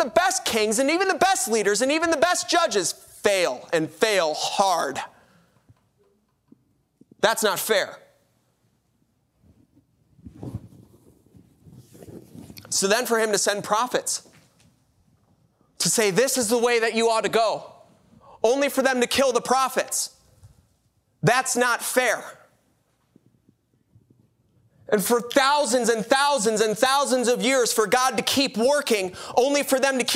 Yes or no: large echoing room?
yes